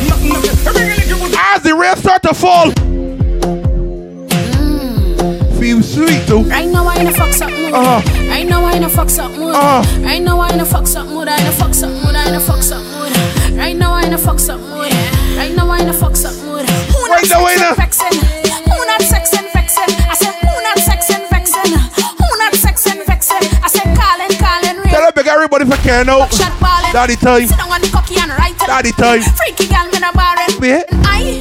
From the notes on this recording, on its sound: LIVE AUDIO FROM THE OFFICIAL REOPENING OF RAKSHAK BAR ORANGE HILL, ST.JAMES BARBADOS.